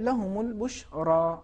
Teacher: رے کے بعد جو الف ہے تھوڑا زیادہ کھینچنا چاہیے · Term: الف مدی